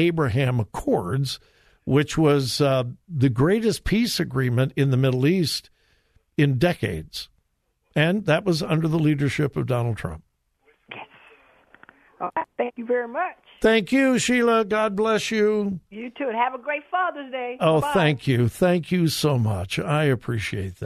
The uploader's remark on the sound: Open Phone Friday